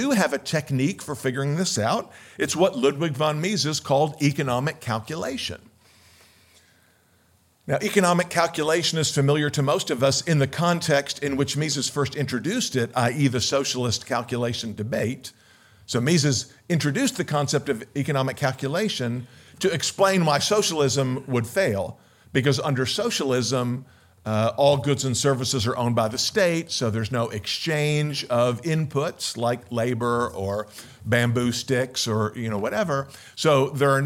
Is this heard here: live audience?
yes